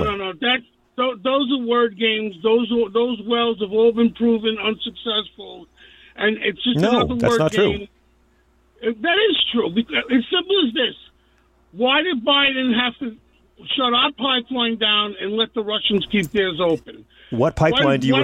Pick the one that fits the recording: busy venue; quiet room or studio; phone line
phone line